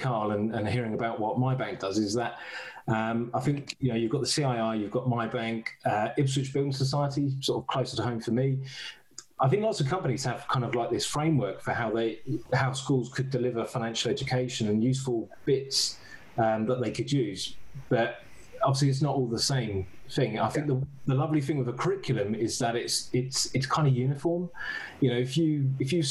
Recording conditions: video call